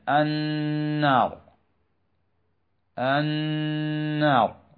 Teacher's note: نقوم بنطق هذه النون ونظهر غنة بمقدار حركتين لا أكثر